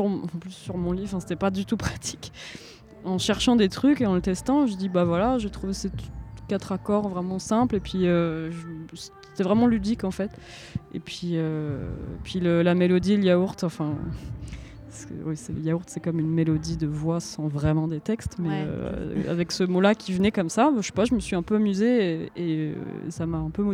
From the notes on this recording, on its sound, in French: Cet épisode a été enregistré dans les jardins